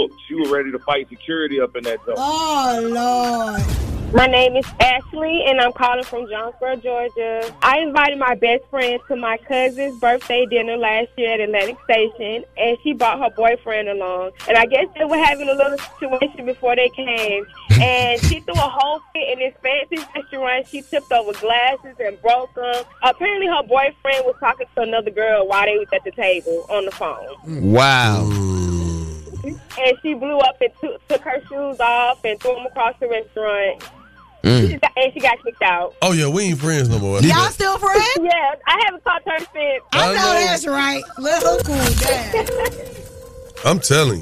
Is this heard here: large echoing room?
no